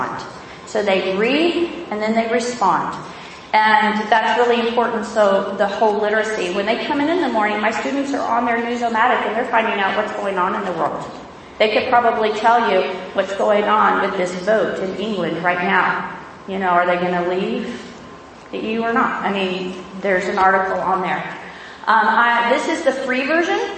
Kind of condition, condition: setting, live audience